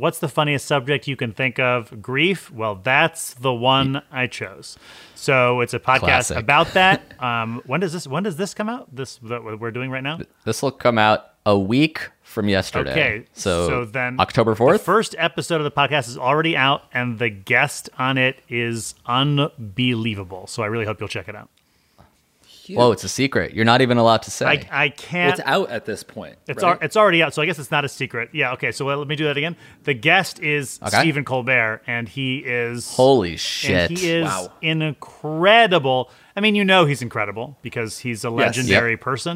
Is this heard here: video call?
no